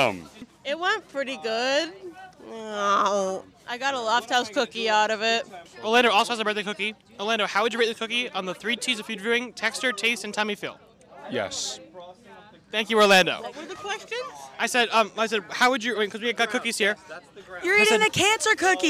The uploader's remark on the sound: mic'ed up members of the UNH Marching Band during our 2023-24 Road show